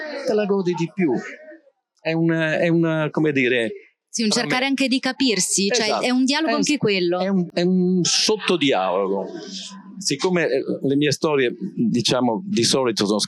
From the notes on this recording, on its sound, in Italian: Registrata durante Lucca Comics 2023